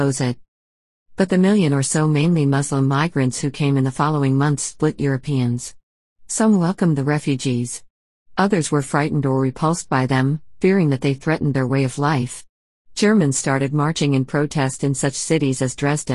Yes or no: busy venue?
no